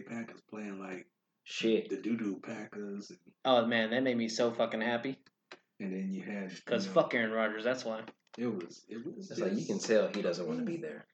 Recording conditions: poor sound quality